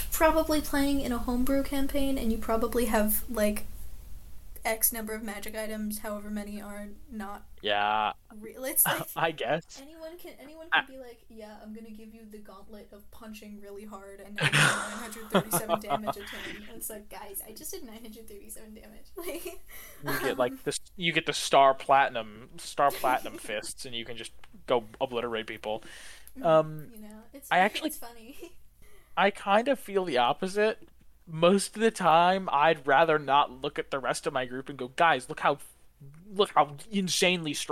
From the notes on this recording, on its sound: This episodes audio is balanced terribly.